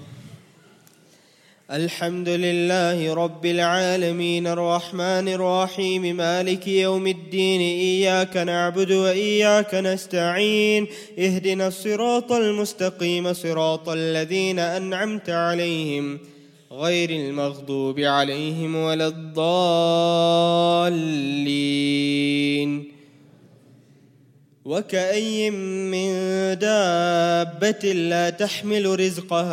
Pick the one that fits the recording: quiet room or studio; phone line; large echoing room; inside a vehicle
large echoing room